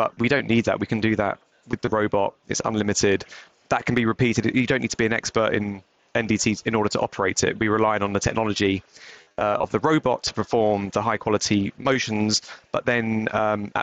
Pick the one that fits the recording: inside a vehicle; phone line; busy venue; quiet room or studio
busy venue